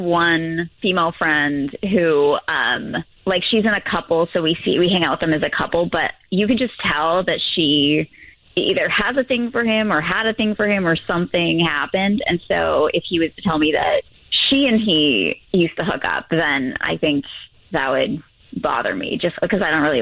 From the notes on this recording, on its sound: The woman on the phone